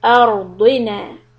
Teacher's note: dad is a heavy letter, although it has a kasra, we should still try to keep it heavy.